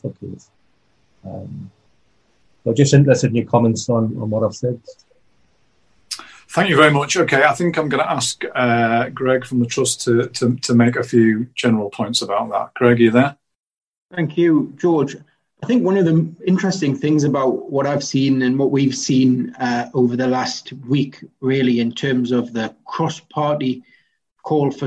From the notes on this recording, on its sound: NUST Live Zoom Event. The Newcastle United Supporters Trust hosted an online zoom call with 500 members.